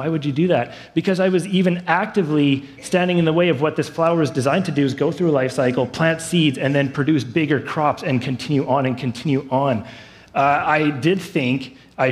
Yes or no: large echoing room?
yes